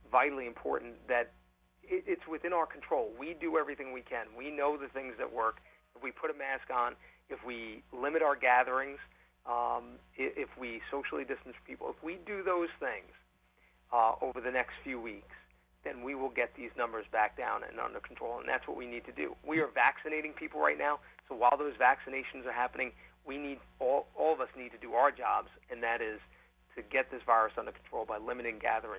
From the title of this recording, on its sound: On The Phone